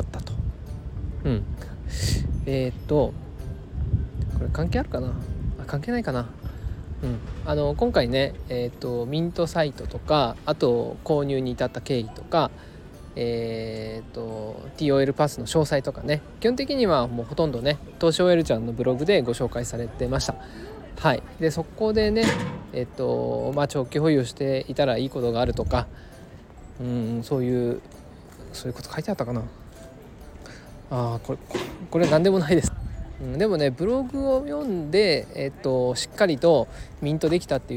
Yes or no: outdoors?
yes